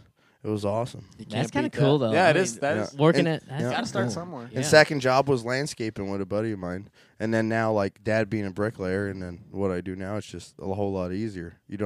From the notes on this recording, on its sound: This is the first podcast recorded at a rodeo. Coming to you from Benton Rodeo.